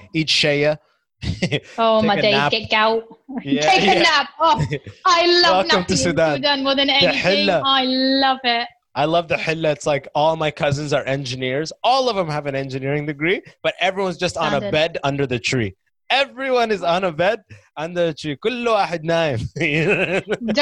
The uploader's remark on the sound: zooms in and we chat